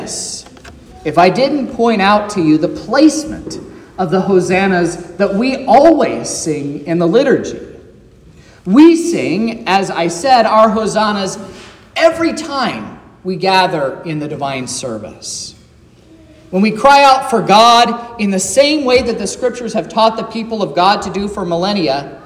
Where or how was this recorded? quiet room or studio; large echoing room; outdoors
large echoing room